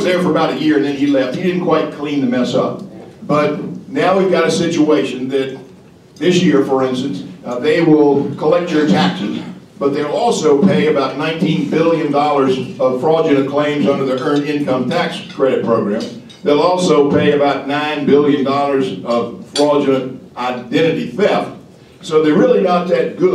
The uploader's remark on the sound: WWASHINGTON, DC. The Ripon Society hosted a breakfast discussion.